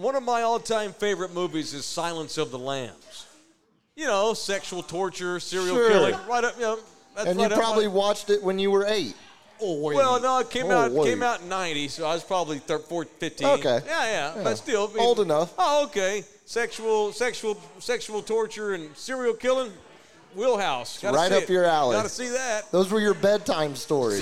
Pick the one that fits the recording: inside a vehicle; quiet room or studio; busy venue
busy venue